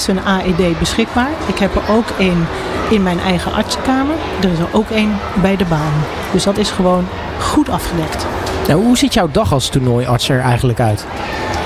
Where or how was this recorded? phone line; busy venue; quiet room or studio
busy venue